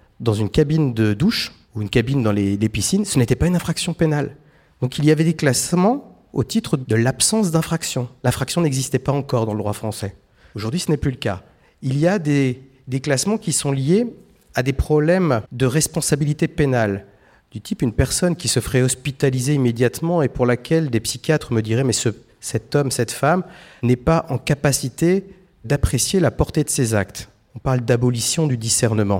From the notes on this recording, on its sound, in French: Cet épisode a été enregistré le 12 janvier 2023 dans l’amphithéâtre Érasme de Sciences Po Rennes.